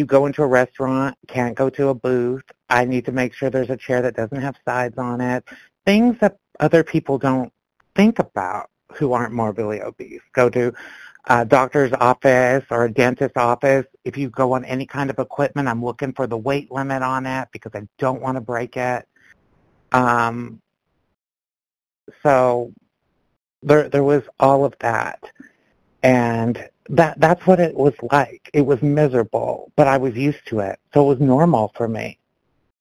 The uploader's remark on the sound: from the 100 Pounders Phone Meeting, 12/25/22